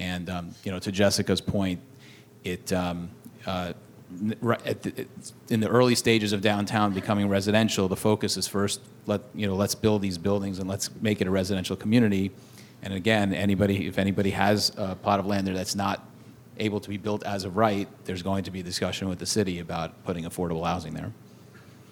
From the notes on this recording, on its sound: Part of the City of Tomorrow: Real Estate, Architecture & Design Summit presented by 92Y and Hundred Stories. Recorded on February 4, 2017 at 92nd Street Y.